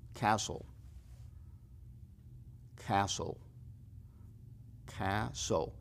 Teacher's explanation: Y la T aquí desaparece. La T es muda. Imagínense que la T no está ahí.